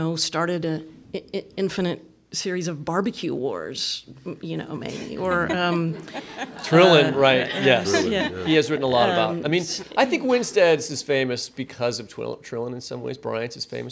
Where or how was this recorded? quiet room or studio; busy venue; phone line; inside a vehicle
busy venue